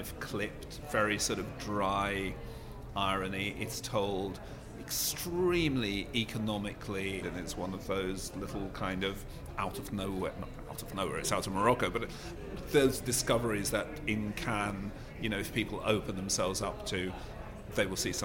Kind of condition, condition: setting, busy venue